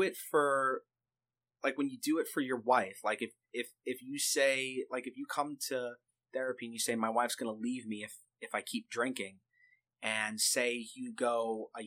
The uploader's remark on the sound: Attempting to remaster the first episode. We were using different equipment back then, so obviously the sound will be different.